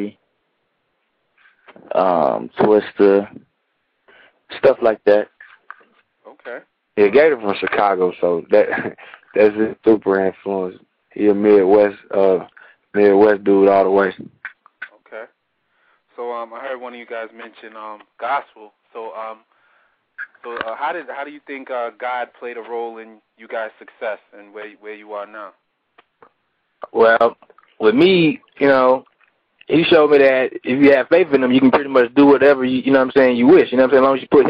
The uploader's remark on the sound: called in today